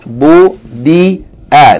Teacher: Notice that the kesra of the del is not elongated by the ya. We don't say budi'a.